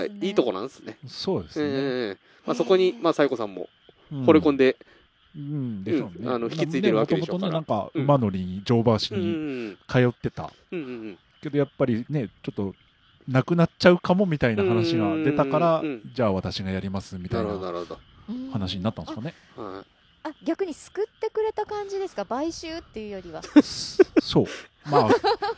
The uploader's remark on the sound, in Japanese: 屋外での収録のため、風の音やカエルの鳴き声等で御聞き苦しいところがあると思いますがご了承ください。益子のリアルな音を体感していただくため、あえてBGMを入れていません。